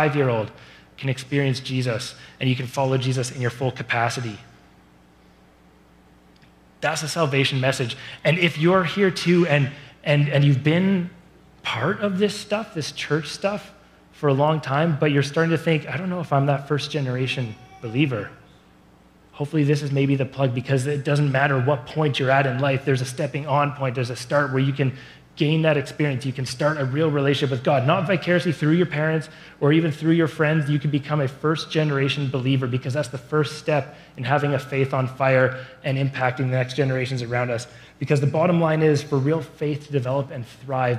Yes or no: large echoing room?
yes